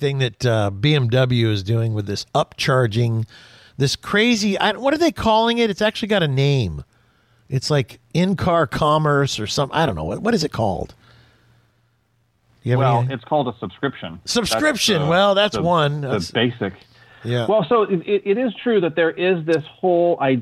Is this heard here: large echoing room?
no